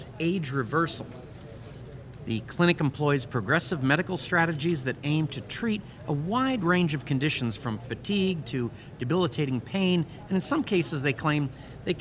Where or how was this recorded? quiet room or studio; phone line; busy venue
busy venue